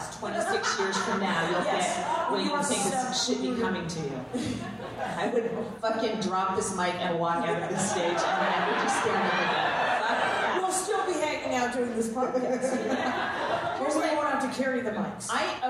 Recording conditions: live audience